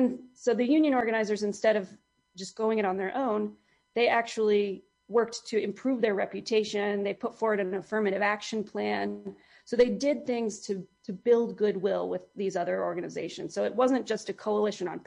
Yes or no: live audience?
no